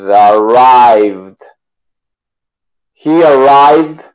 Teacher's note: la D no suena tan clara como si estuviera al principio, pierde el power, le digo yo.